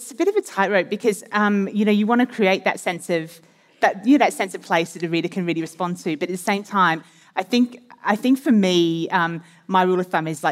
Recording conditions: live audience